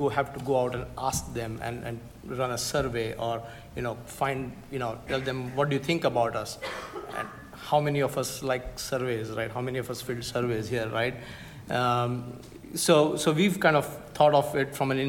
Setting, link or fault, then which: setting, live audience